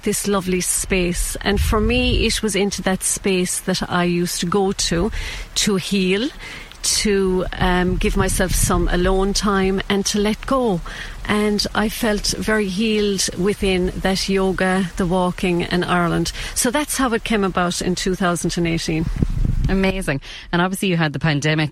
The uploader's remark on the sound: We go on a yoga walk in the Galtees. Went on a yoga walk up the Galtee Mountains.